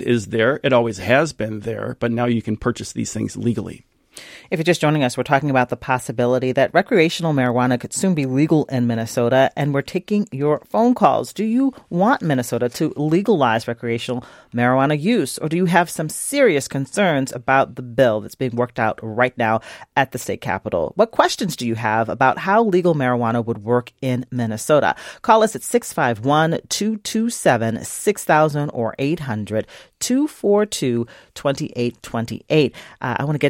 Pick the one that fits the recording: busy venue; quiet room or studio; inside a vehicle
quiet room or studio